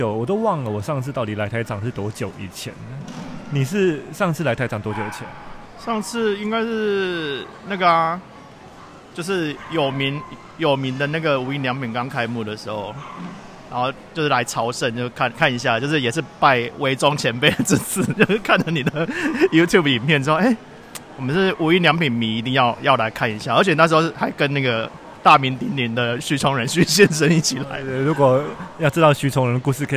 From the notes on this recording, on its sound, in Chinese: 在台場現場收音